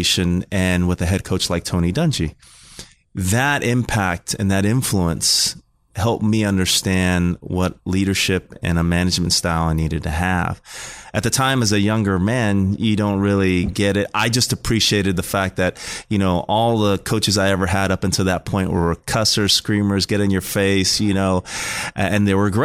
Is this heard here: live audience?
no